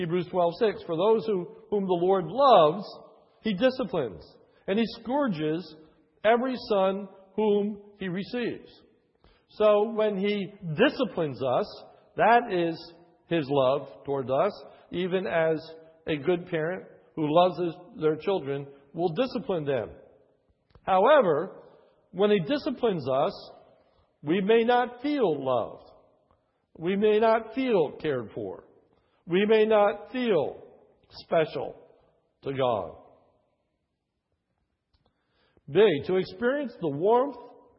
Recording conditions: large echoing room